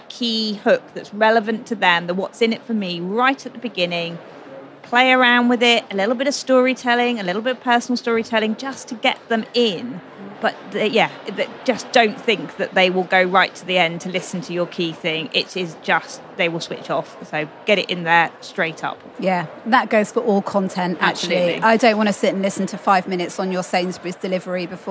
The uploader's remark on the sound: Record a real life on-the-sofa-next-to-me show with some favourite work pals at The Podcast Show London 2023. I got to record a real life on-the-sofa-next-to-me show with some favourite work pals at The Podcast Show London 2023 .